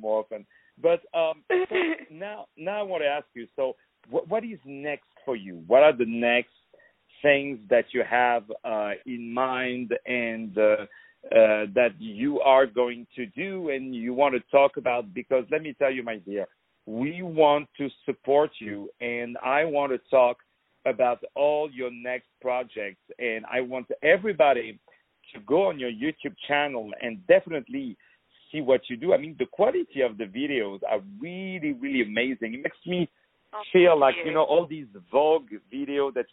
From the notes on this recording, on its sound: On the phone